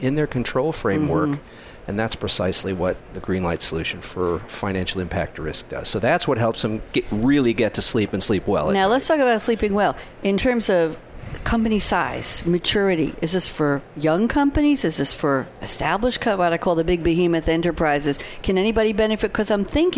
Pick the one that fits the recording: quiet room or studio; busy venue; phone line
busy venue